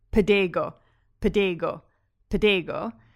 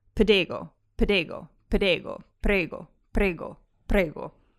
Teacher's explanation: If you get faster and faster and get the d softer and softer, you'll notice that it morphs more and more into the Italian r.